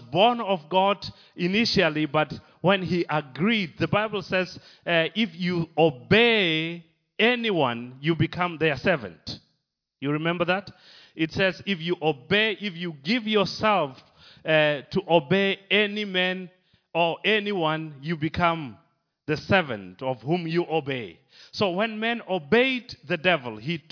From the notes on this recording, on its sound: Recorded live at Liberty Church.